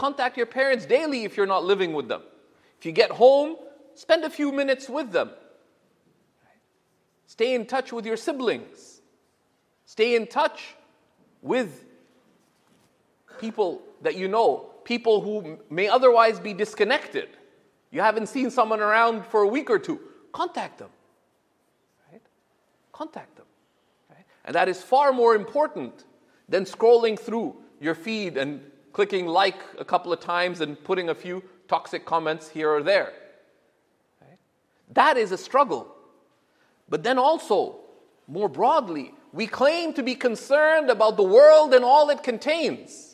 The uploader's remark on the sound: This Friday sermon was delivered in September of 2017 at the University of Toronto.